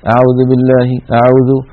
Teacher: يقول مثلا أعوذ بالله أعوذ ولا يضم شفتيه عند نطق الواو